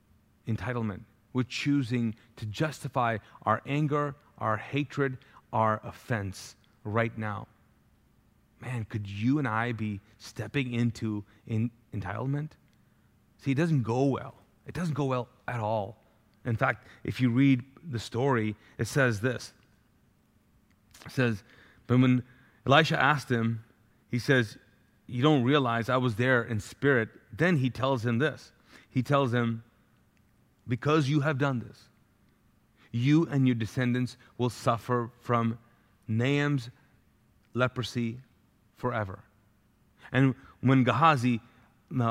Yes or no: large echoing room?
yes